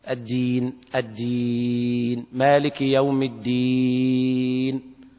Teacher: فعند الوقف على مثل هذا نقف بالسكون المجرد بحركتين أو أربعة أو ستة كما بينا من قبل: الدين، الدين، مالك يوم الدين، هكذا بالسكون.